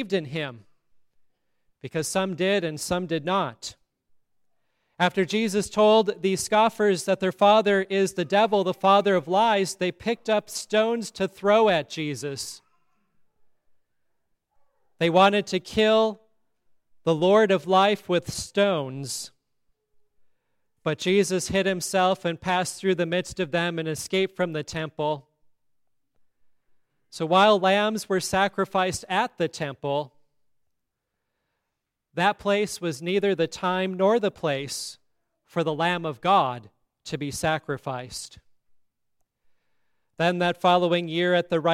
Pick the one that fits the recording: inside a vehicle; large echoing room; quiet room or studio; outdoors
large echoing room